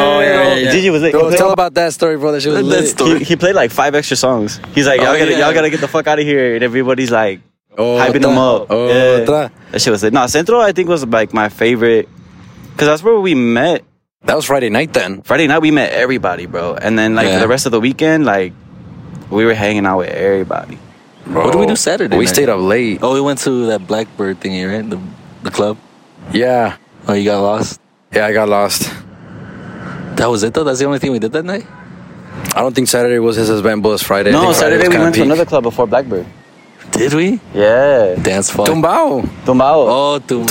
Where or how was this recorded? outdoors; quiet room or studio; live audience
outdoors